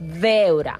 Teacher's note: al País Valencià, la B baixa sí que es pronuncia veure, marcant com la B baixa amb els llavis